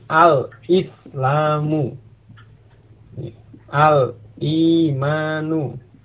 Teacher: Maka ketika dimasukkan alif lam tetap diucapkan al islamu, al imanu. Ini diucapkan hamzahnya ketika dimasukkan alif lam, karena itu hamzah qat'i.